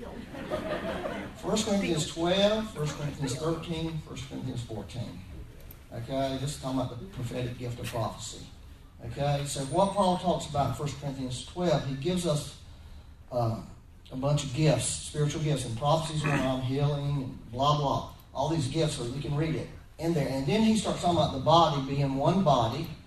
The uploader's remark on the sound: Please excuse the poor audio quality. We had to use a back up recording method for this Sunday.